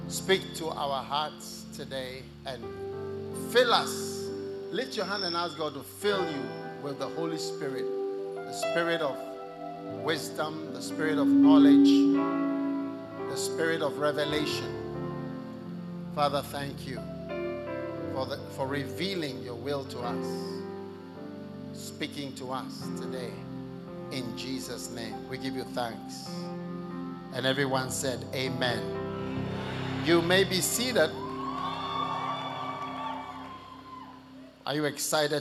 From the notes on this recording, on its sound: Preached at The First The Experience Service, Accra.